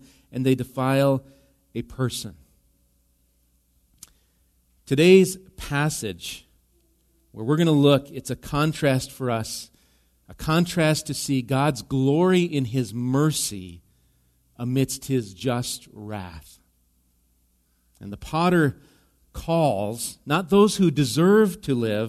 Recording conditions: large echoing room